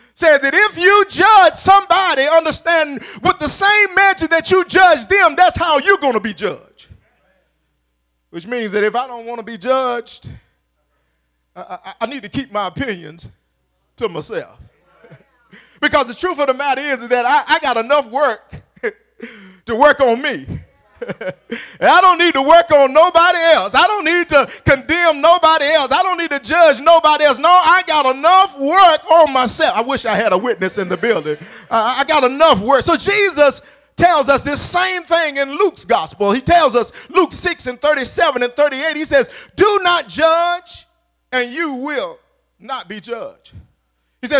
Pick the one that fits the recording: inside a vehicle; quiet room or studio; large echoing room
large echoing room